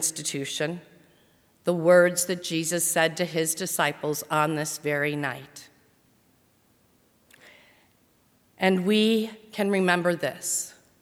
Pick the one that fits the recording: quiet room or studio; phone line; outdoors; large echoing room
large echoing room